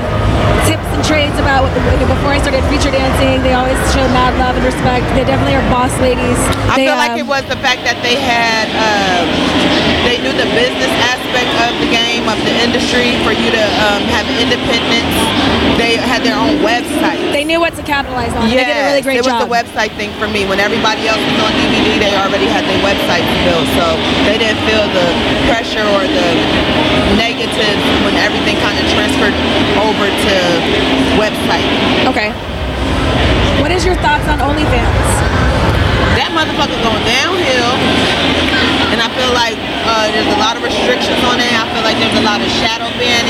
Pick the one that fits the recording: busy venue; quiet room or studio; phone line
busy venue